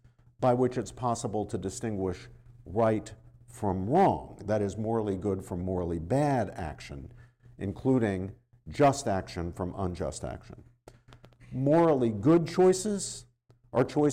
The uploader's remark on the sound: This lecture was given on September 28th, 2023, at Georgetown University.